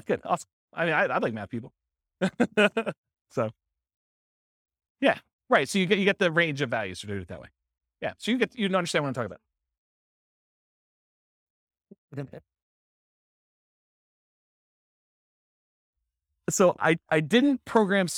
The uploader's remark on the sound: This was a live class recorded